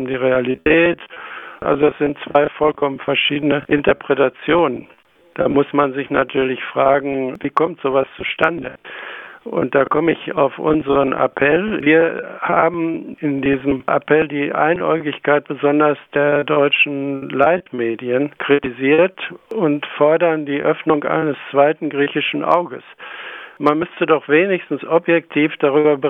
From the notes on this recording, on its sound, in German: Audioqualität der Telefonleitung leider mittelgut!